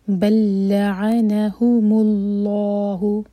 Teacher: اللہ تعالیٰ کے نام میں جو لام ہے وہ ہمیشہ دو حرکہ لمبا کھینچا جاتا ہے، اور اللہ تعالیٰ کے نام سے پہلے جو ورڈ ہے اس پر اگر دمہ ہو یا فتحہ ہو تو اللہ تعالیٰ کے نام میں جو لام ہے اس کو منہ بھر کر پڑھا جاتا ہے. اس لام کو لام جلالہ کہتے ہیں. تو ہم یہاں پر پڑھیں گے بل لعنہم اللہ، ناٹ لا لا، انشاءاللہ لام منہ بھر کر پڑھا جائے گا